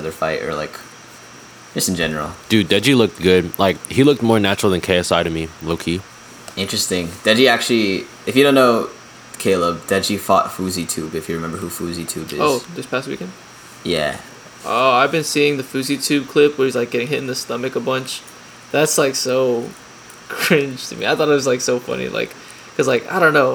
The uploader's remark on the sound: pardon the fan noise